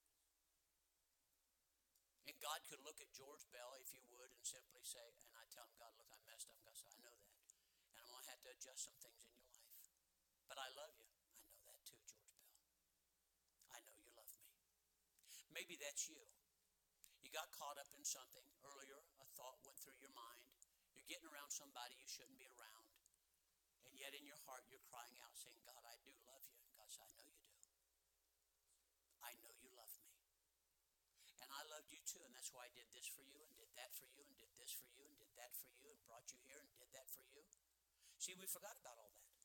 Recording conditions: large echoing room